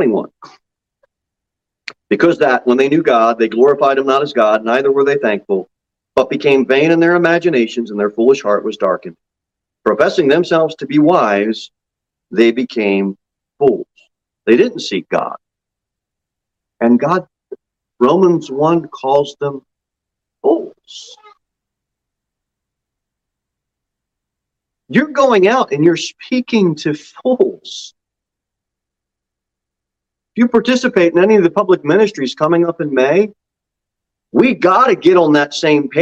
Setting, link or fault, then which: setting, large echoing room